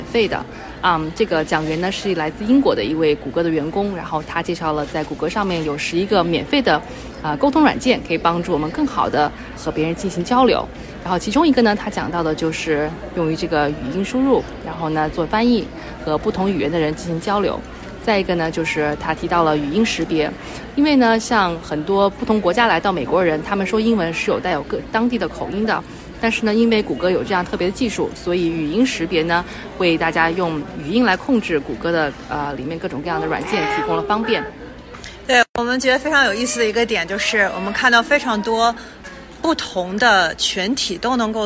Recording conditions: background noise